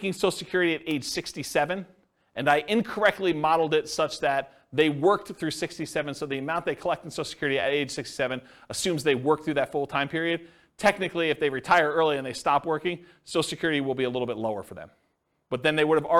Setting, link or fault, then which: setting, live audience